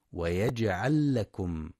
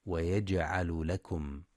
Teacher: وينتبه لإدغام اللام مع اللام في ويجعل لكم · Shown in: first take · فلا يقرأ ويجعل لكم.